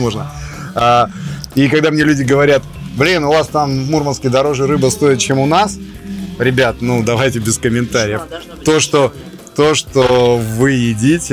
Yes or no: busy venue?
yes